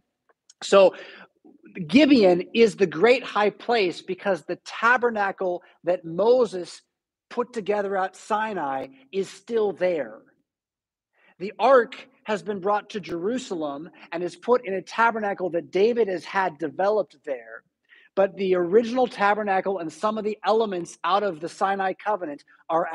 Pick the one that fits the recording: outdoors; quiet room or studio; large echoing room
large echoing room